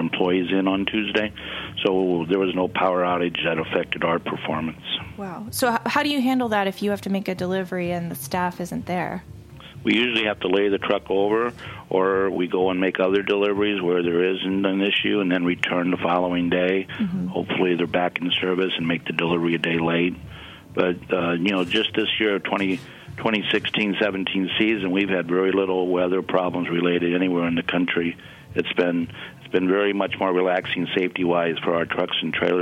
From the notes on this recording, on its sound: On the phone.